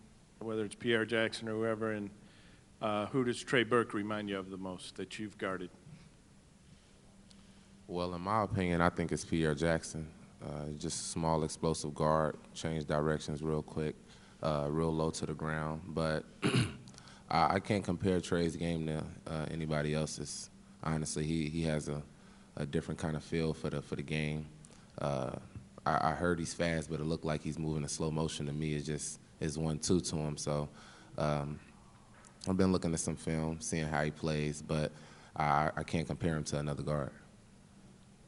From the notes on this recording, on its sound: Press Conferences & Post-Game Interviews. Talk to reporters.